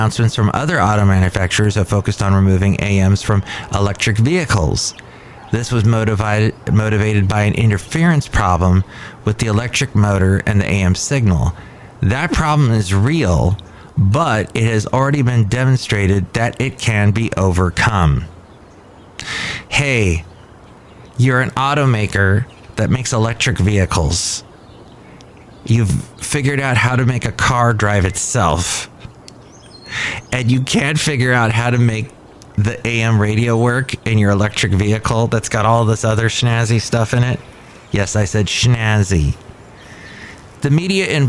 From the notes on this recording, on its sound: podcasts live from Cafe Anyway